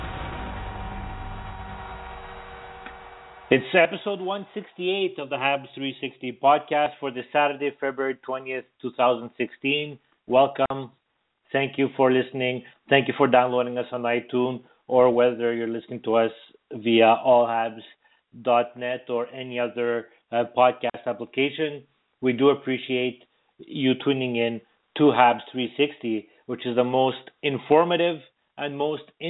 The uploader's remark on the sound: we take your phone calls